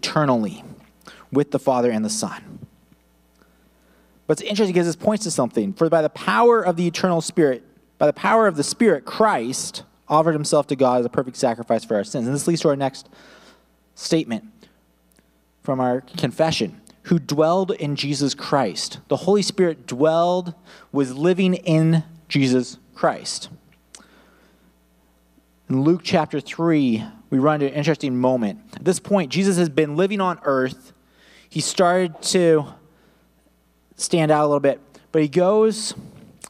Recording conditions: large echoing room